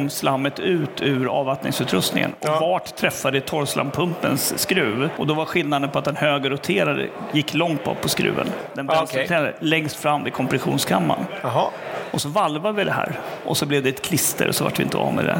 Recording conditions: busy venue